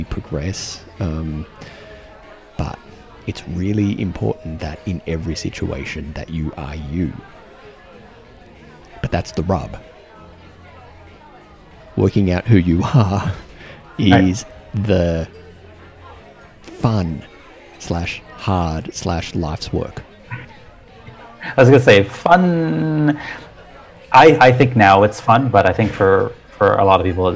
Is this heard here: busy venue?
yes